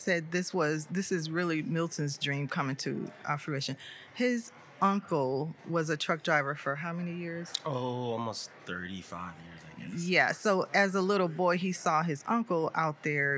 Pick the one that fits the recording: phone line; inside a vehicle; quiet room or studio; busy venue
busy venue